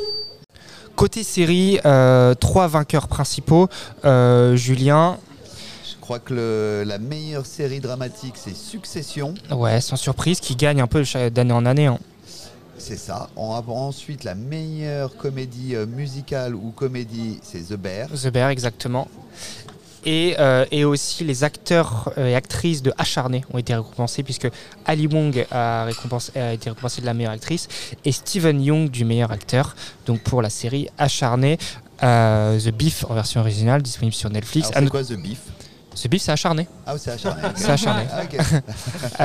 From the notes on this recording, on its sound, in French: Enregistré dans le hall du cinéma Les 7 batignolles.